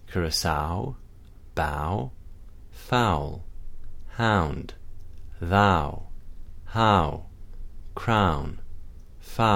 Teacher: As you speak the sound, you will feel your lips round into the second half of the diphthong, and you may feel the tongue sliding back as your mouth closes. · Term: diphthong ow